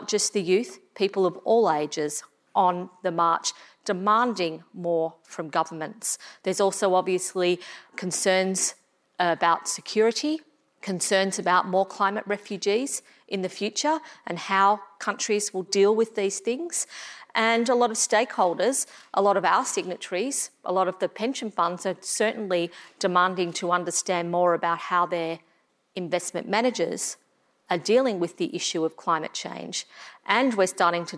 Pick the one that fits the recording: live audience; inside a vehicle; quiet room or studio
live audience